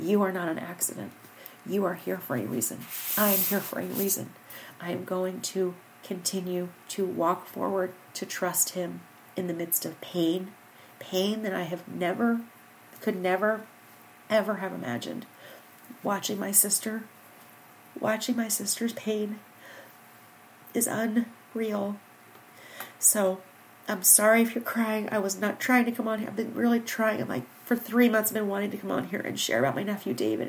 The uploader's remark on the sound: Unlike most episodes, there is no intro or outro music - this is just you, me, the microphone & Coco snoring in the background.